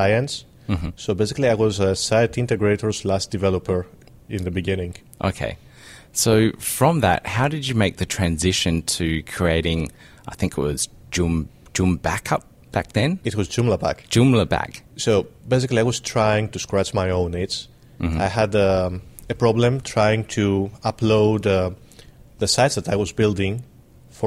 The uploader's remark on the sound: We sat down for a quick chat at the Joomla World Conference in Boston in 2013